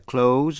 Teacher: Danh từ close, chữ S đọc là Z